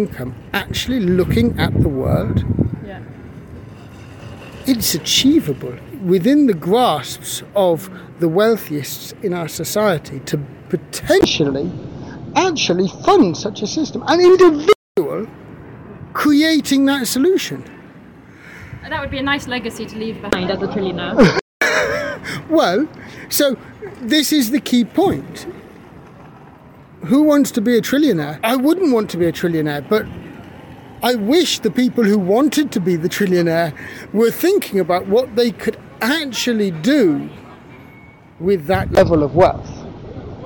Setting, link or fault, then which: setting, outdoors